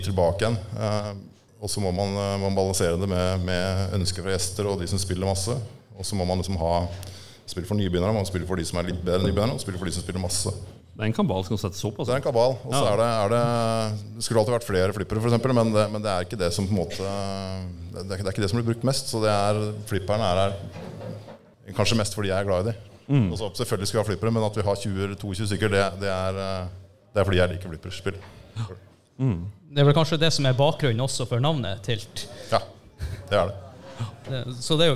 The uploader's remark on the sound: TILTcast 3.0 live-show